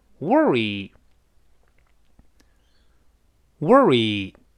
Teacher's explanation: 美式发音的 or 直接在一块儿发二 · Term: 美音的特色